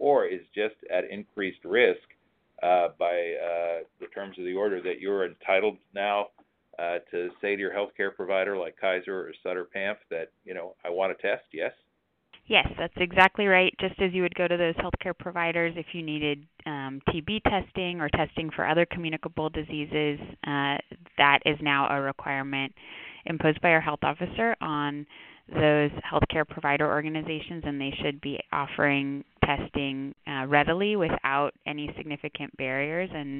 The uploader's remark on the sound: Telephone Town Hall - August 23